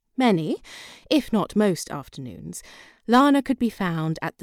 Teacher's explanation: She has kind of a breathy delivery